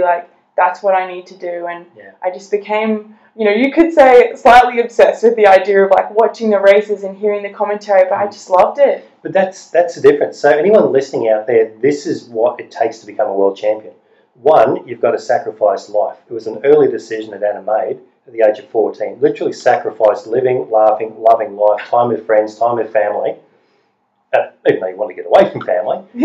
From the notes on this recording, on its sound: we lost the direct audio on this recording and had to pull it off the video chat, the quality is not 100%